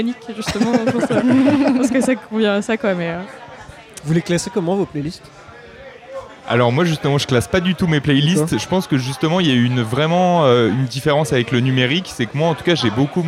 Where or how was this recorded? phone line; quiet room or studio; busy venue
busy venue